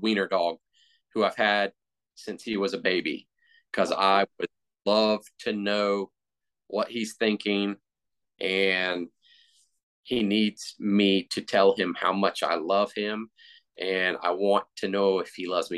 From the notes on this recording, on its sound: chatted through zoom